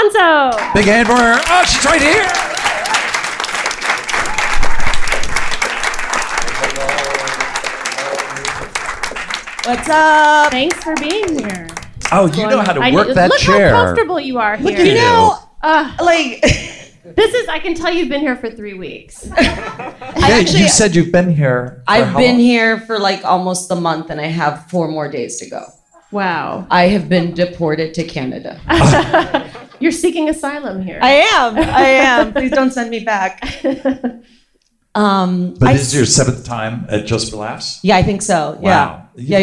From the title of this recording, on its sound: Live from Just For Laughs 2019